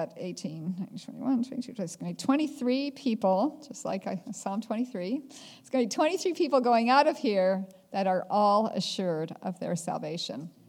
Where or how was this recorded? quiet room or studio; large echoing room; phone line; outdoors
large echoing room